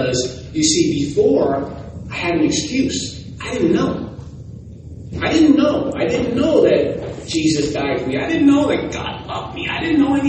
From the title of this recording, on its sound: West Michigan Restorative Justice Conference | April 22, 2023 LIVE